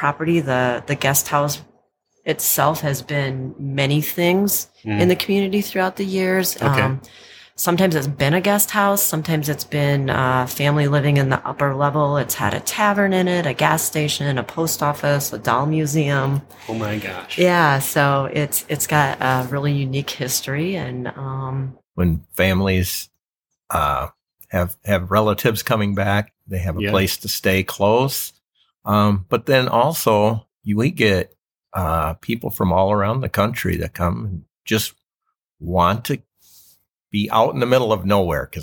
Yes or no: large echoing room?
no